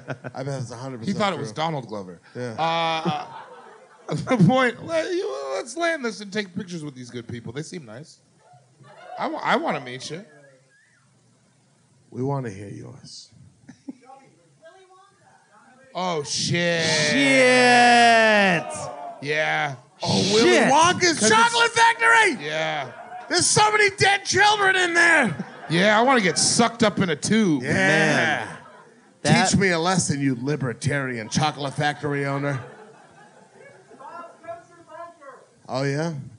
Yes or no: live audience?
yes